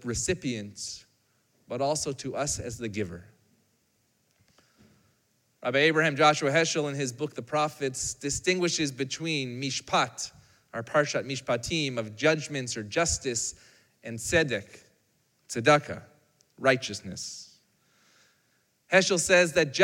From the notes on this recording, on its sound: Recorded live on Shabbat